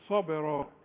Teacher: الباء ترقق وتقلقل لانها عليها السكون